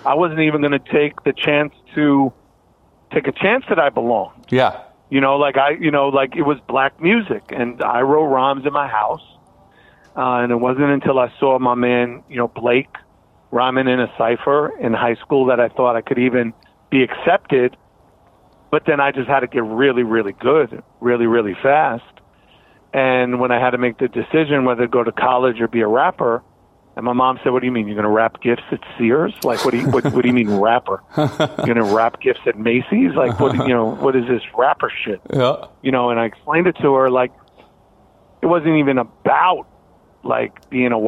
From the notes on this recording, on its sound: Another episode of Van Life recorded on the road.